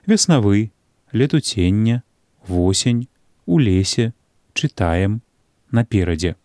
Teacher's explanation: У другім і іншых пераднаціскных складах, а таксама ў складах пасля націску, літара «е» перадае гук «э» у большай або меншай ступені набліжаны да «а».